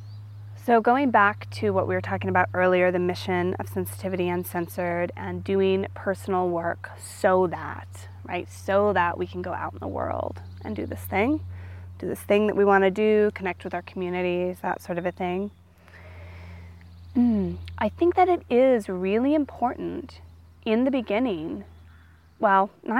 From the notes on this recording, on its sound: I recorded this one outside so you also get the benefit of all the twitterpated birds in the background.